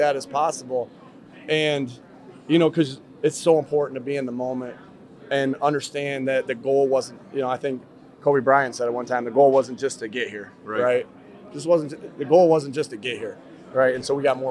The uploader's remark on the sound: live on the field after the Eagles win over the 49ers in the NFC Championship